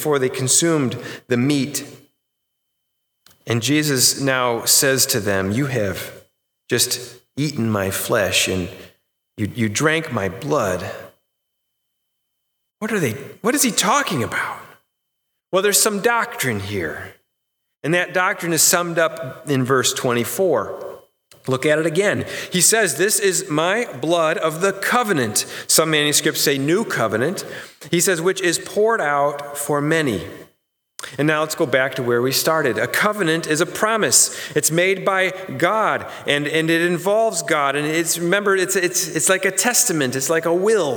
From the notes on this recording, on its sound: Sermon recorded live AT HOLLAND FMC on 10/4/2020! The service was held indoor with many adjustments to provide a safe experience.